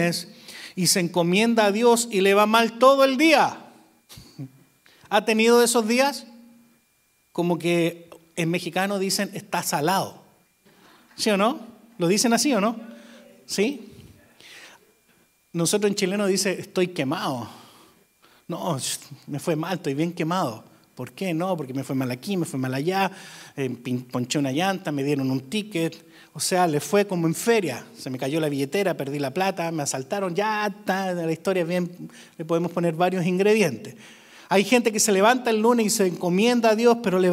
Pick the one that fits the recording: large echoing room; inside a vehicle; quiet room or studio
large echoing room